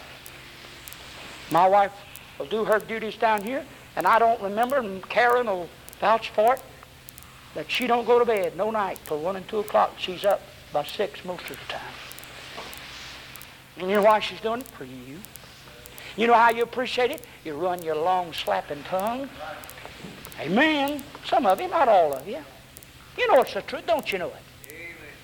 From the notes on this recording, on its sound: preached this in 1978 on a Sunday night at White Plains Baptist Church